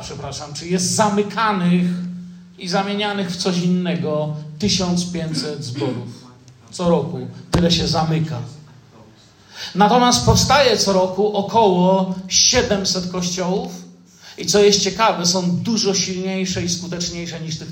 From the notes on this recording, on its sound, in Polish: Wykład nagrano w Zborze Kościoła Zielonoświątkowego w Tychach podczas uroczystego nabożeństwa z okazji 10 rocznicy powstania Zboru.